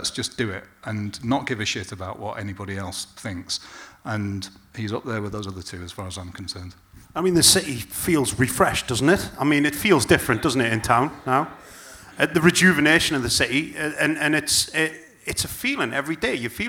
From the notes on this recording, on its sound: Live from the Gosforth Civic Theatre in the heart of *checks notes* Newcastle's most middle class suburb, it's our stage debut! Although a lot of saucy audience-only stuff has been removed (including the whole of part two, a live Q&A).